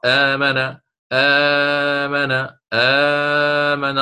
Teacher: قال أقرأ بالقصر والتوسط والإشباع، فأقرأ آمنا آمنا آمنا الرسول.